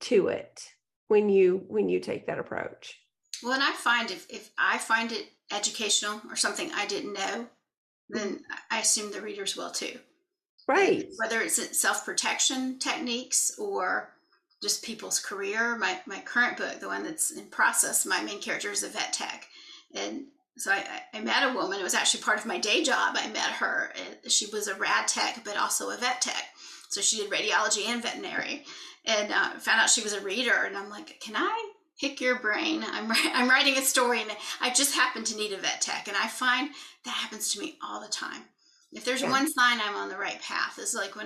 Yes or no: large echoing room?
no